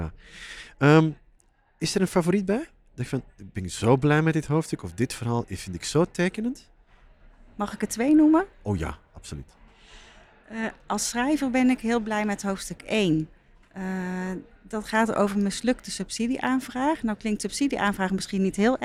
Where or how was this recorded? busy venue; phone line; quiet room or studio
busy venue